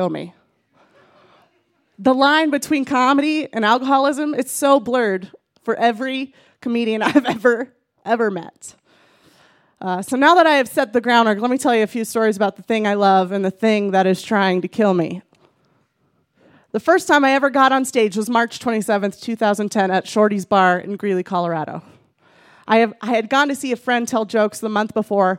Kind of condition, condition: setting, live audience